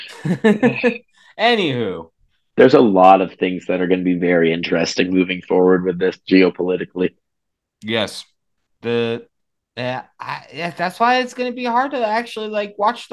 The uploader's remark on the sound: We also discover that Zoom only does the first 40 minutes of a video conversation for free which is why this episode is brief (LOL).